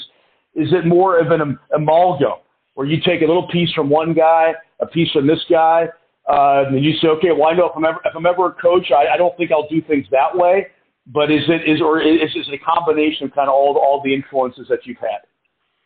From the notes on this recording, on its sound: The conversation was done over the phone so the audio quality is not the best.